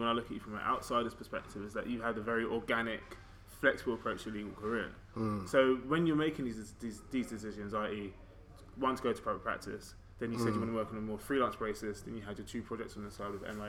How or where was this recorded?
busy venue